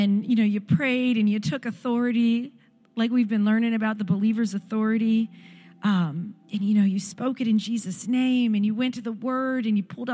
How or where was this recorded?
large echoing room